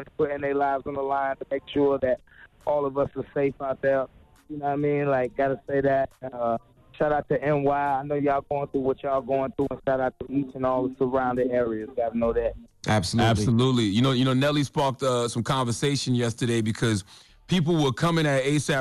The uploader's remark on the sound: The Breakfast Club opened up the phone lines. We opened up the phone lines to see if any of our listeners would still be friends with someone who was currently dating their ex.